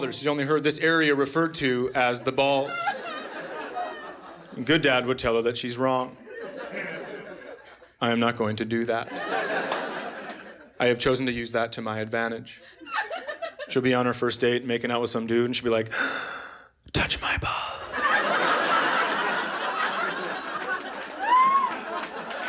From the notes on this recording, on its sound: Recorded live at the Acme Comedy Co. In Minneapolis.